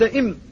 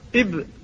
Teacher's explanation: إذا قلت إم فستستقر الشفتان على الإطباق، وإذا قلت إب فستستقران على الفتح، والعبرة بنهاية الوضع عند النطق بالحرف، انظر إلى العضو بعد